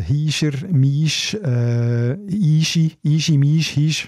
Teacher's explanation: Also Hischer, Misch, äh, Ischi, Ischi, Misch, Hisch ist die sogenannte Entrundung von Ü zu I